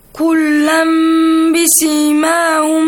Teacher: So you change the hidden noon sound, which you should not pronounce, to a hidden meme sound, which you should pronounce. · Term: إقلاب rule